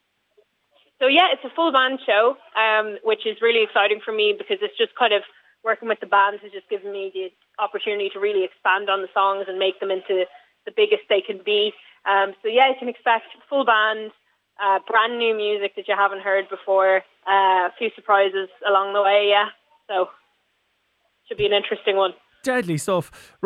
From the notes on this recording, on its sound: spoke on the phone